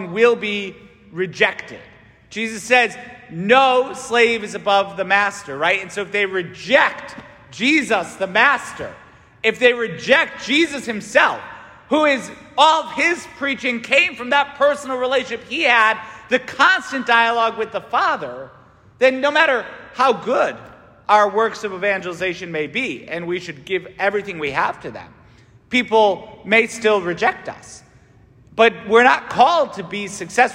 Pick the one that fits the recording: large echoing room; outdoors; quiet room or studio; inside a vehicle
large echoing room